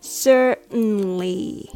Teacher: many people just skip the T sound altogether and say certainly